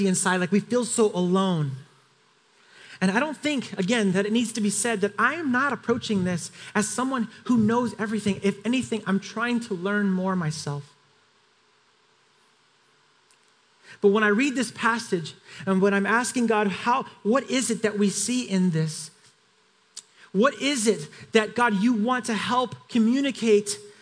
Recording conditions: large echoing room